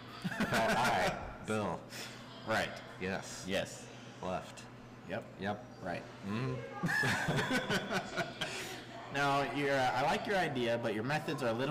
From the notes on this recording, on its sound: Let me once again apologize for the quality of the audio. I am so sorry that it is distorted this week. We are trying out different settings on our microphone and have not found the one that works best yet. I was not able to test the audio before we recorded.